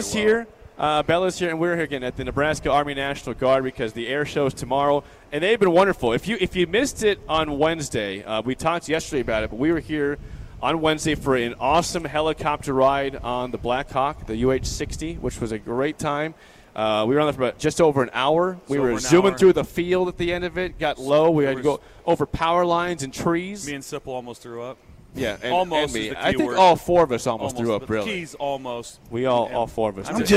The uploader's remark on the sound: LIVE REMOTE! We’re out at the Nebraska Army National Guard today